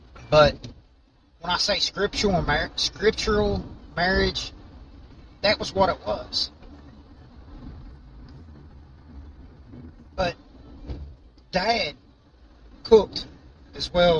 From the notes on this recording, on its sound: Sorry for the road noise but GOD put it on us to start this. We went with it and followed no plan.